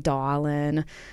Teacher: some folks would be dropping the R's